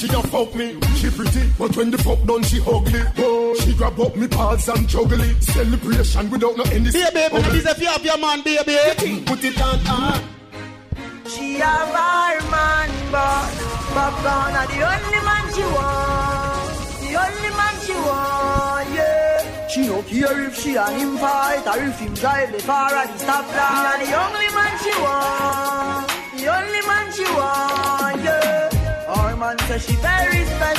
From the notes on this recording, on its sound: Live from Inside Cash Money Thursday